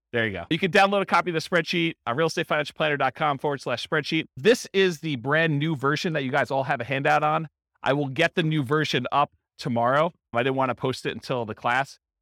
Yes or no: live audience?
yes